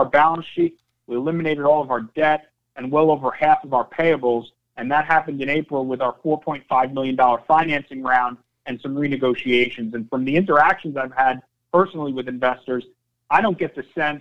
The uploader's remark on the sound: Nightfood Investor Conference Call for May, 26th 2021 (NGTF)